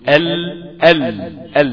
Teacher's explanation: انت بتقول ال لسانك زي ما كنا أشرنا قبل كده للرسم، لسانك بيبقى قافل المنطقة اللي قدام خالص اللي هي من وراء أصول الثنايا الأمامية، إلا أن لسانك من ناحية الحافة اليمين والحافة الشمال مفتوح، فالهواء بيخرج فينحرف بعض الهواء عن يمين الحافة والبعض الآخر عن يسار الحافة، ثم يتابع الهواء خروجه إلى الخارج فينحرف المخرج إلى طرف اللسان. · Term: الانحراف